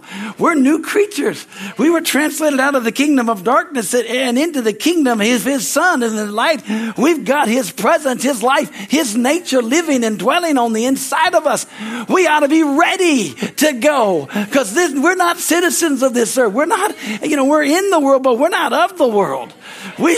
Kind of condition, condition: setting, large echoing room